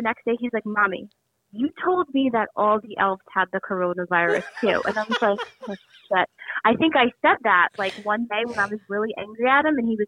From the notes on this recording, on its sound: on the phone